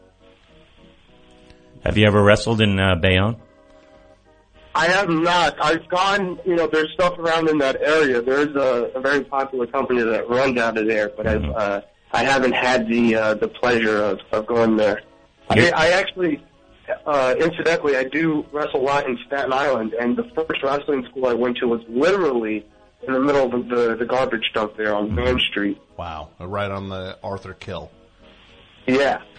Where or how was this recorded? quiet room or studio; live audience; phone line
phone line